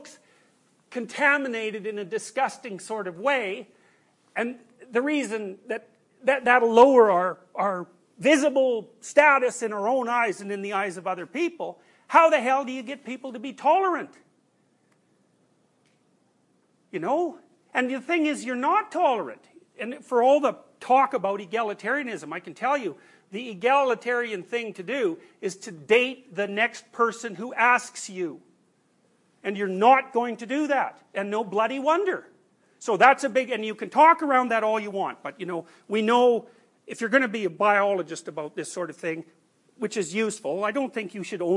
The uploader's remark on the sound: These recordings are from his class Personality & Its Transformations.